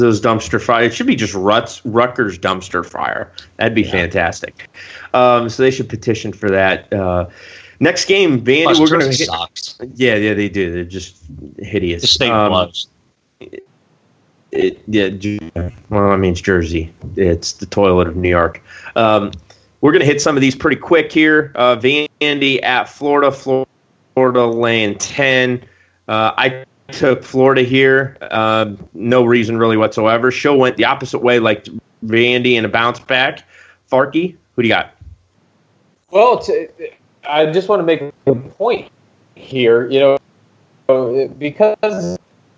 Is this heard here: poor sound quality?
yes